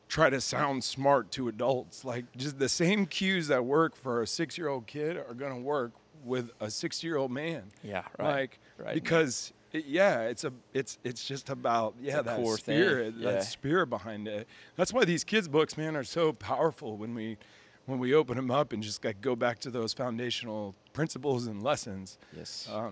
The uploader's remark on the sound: Recorded at Proximal Strength, a CrossFit gym in Springfield, MO.